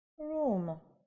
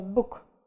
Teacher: Она у нас будет всегда читаться как звук «у», но в каком-то случае как долгий звук «у», а в каком-то случае как короткий «у»